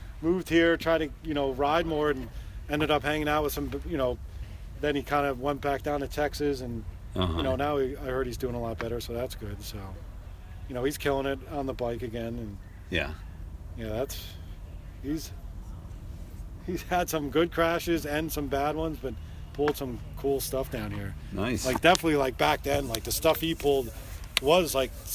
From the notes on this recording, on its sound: This podcast interview was recording during the mid school bike swap and dig day, the place was hopping with volunteers and vendors